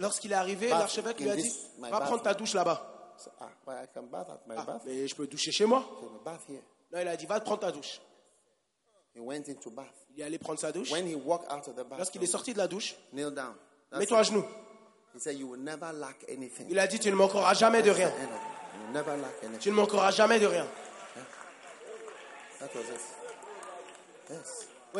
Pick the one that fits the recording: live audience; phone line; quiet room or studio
live audience